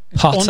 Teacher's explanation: the R at the end of Potter is unvoiced